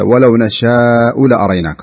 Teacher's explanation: الألف تكون أقرب للفتح يعني لا تكون فيها شيء من التقليل · Term: الألف مرققة